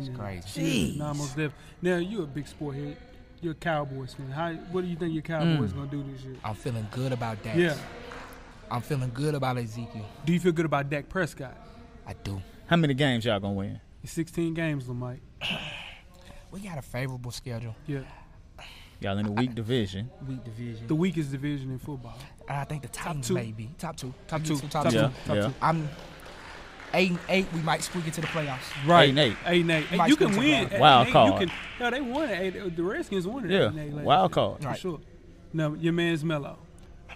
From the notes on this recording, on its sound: Recorded a live podcast from the 2016 Skillz Academy. The 1st annual event featured the top 30 high school basketball girls from the state of Tennessee.